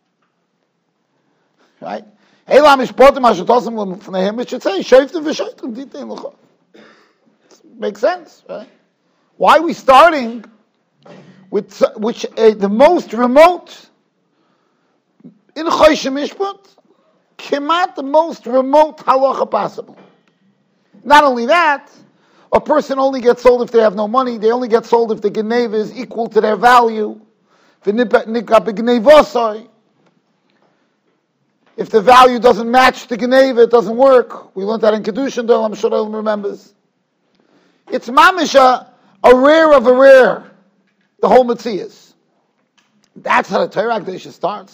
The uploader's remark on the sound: Shiur recorded in Yeshivas Ohr Reuven, Monsey, NY.